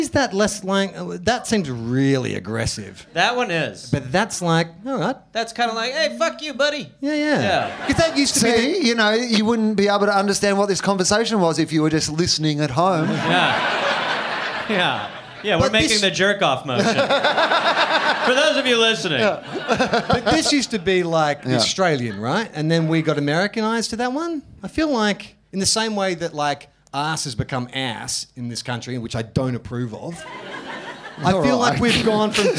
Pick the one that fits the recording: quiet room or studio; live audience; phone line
live audience